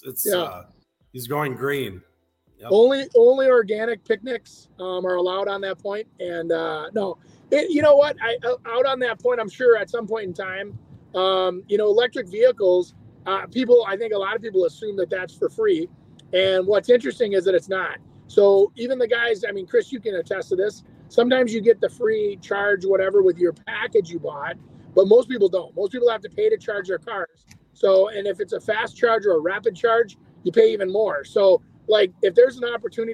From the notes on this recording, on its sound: A woman knocked on the door. My brother spoke with this woman outside.